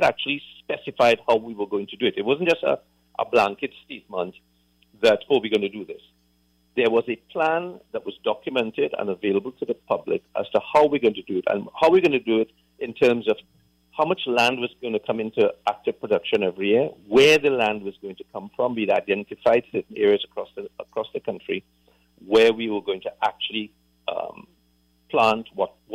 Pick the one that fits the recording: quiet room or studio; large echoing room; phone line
phone line